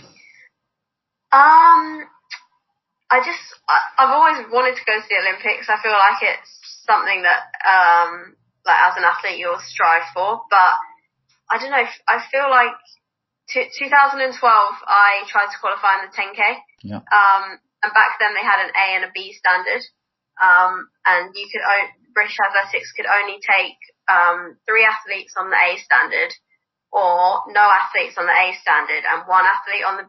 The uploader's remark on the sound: on Zoom and recorded it